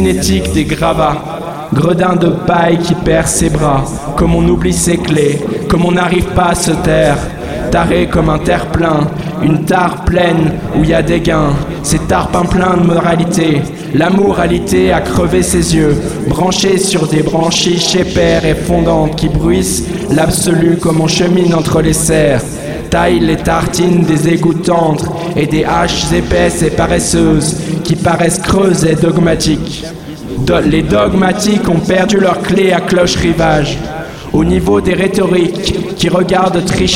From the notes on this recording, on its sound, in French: Lecture faite à Grenoble au 102 rue d’Alembert un ancien squat devenu un repaire de hipster